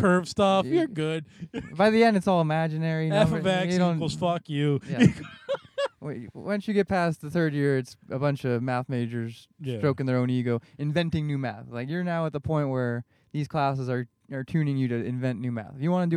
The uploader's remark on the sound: we are in the car